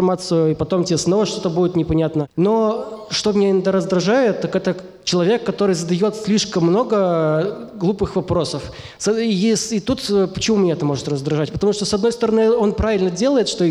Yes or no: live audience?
yes